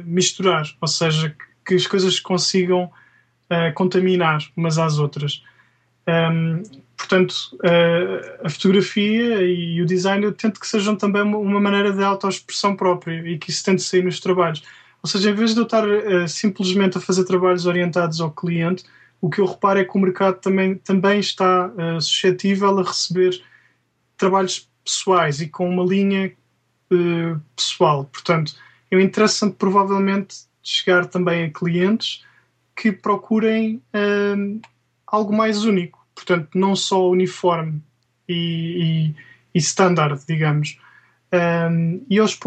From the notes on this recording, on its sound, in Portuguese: entrevistado via Skype